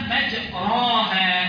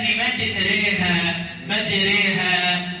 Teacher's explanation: على القاعده مجراها لانها مفتوح، ولكن بما ان فيها اماله تبقى مجريها. فطبعا الإمالة يستلزم منها الترقيق. · Term: الراء المماله